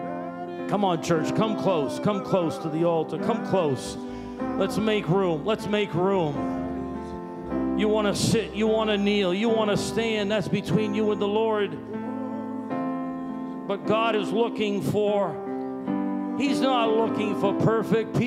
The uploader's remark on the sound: Sunday Service Recording